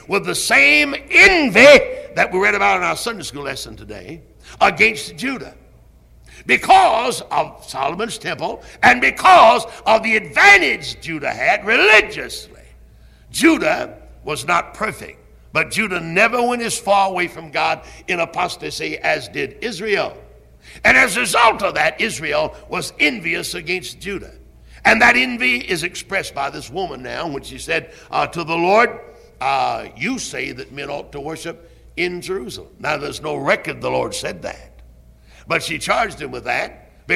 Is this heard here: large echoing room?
yes